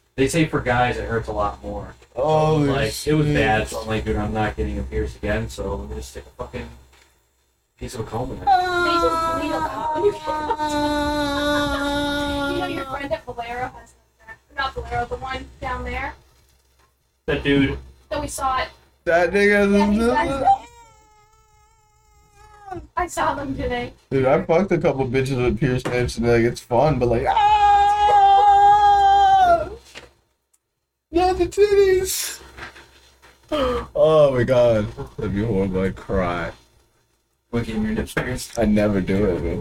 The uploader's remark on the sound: Sorry for the lacking audio quality it was a last second thing.